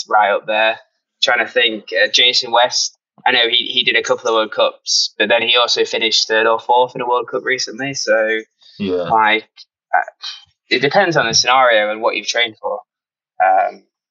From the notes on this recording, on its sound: Sorry about the slight audio issues this week, the boys on in Thailand...